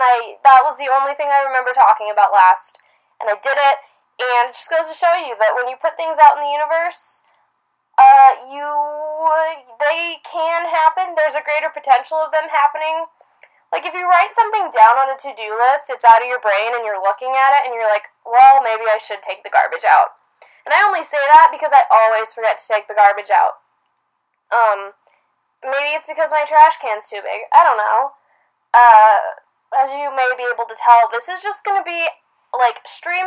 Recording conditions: poor sound quality